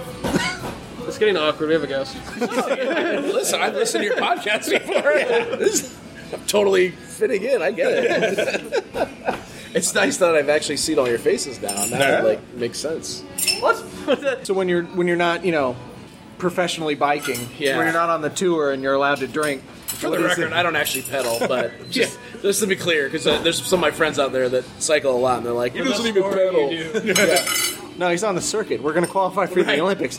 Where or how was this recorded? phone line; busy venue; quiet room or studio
busy venue